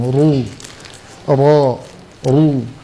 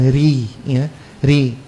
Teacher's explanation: harokah fathah ditebalkan, ya. Begitu juga dengan baca ro yang berharokah dhamma juga masih tetap ditebalkan